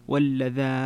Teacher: تفرد بن كثير بالمد المشبع واللذان فتكون من قبيل المد اللازم، اللازم.